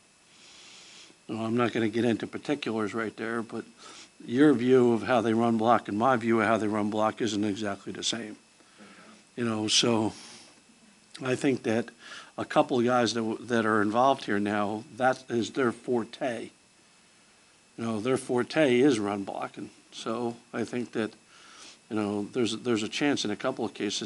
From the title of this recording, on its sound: Press Conferences & Post-Game Interviews